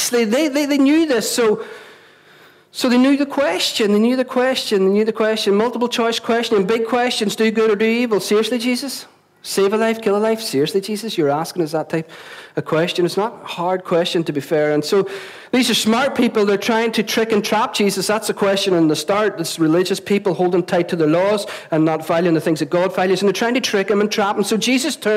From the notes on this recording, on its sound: at our Sunday Celebration on 20th November 2016, recorded at 11am at our Storehouse Venue